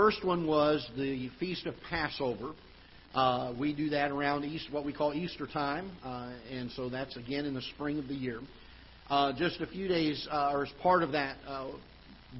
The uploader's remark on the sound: Ketha Heights Baptist Church ~ Live Broadcast